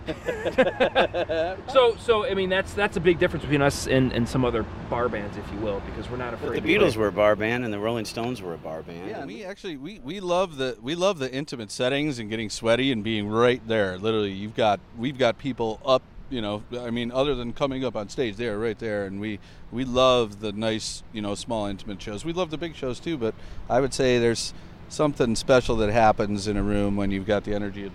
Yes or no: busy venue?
yes